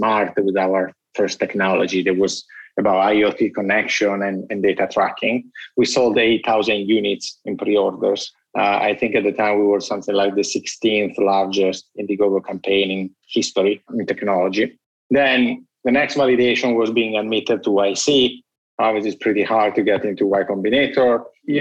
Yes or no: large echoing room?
no